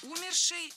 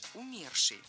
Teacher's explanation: В этом слове ударение должно падать на второй слог · Shown in: second take · – умерший. Объяснить это очень трудно, ведь в русском языке разноместное ударение.